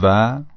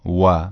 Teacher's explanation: در زبان عربی به شکل دبلیو انگلیسی تلفظ میشه، یعنی لبها جمع میشه، قنچه میشه · Shown in: second take · فارسی مثل وی انگلیسی تلفظ میشه، یعنی از اتصال دندانهای بالا به لب پایین